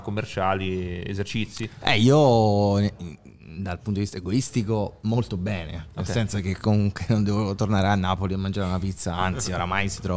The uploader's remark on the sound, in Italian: si sono seduti con noi al tavolone di Bar5